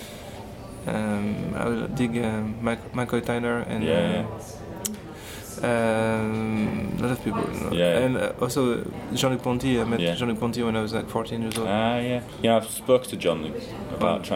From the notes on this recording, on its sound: We did it in his hotel lobby with a zoom recorder, apologies for the sound quality. There are some moments when the businessmen around us talk a little loud on their conference calls so you may be able to hear them!